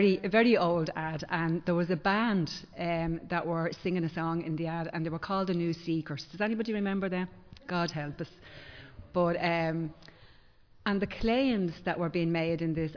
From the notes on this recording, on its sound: Recorded live in Liberty Church on 12 March 2023